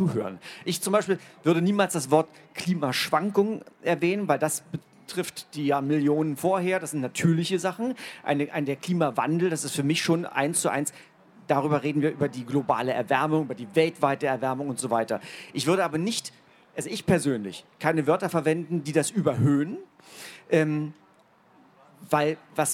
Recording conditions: live audience